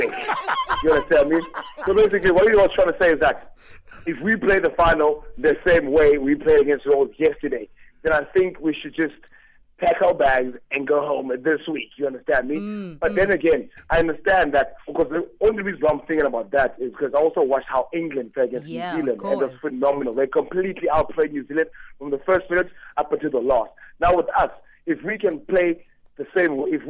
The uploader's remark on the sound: PHONE INTERVIEW.